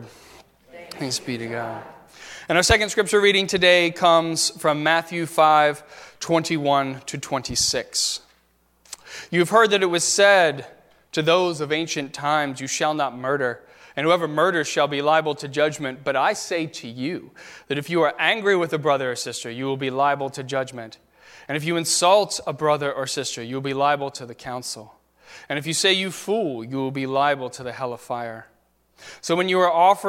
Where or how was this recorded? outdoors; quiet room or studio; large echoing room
large echoing room